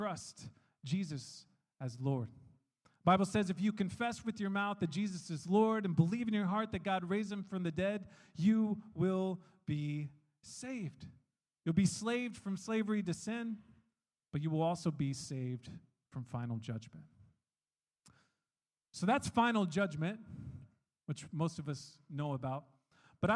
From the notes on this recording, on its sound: We are an international, English-speaking Christian church made up of people from all around the world. One of the sermons preached during our church service.